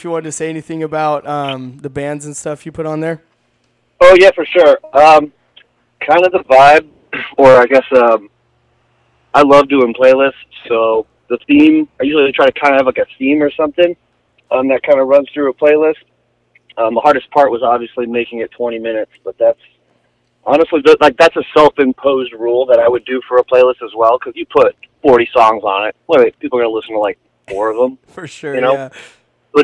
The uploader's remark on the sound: Hit the radio station phone line for a live radio interview. KZAA 96.5 FM.